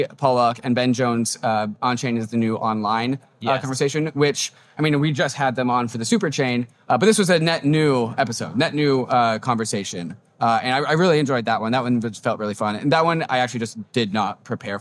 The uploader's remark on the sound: Live From Permissionless!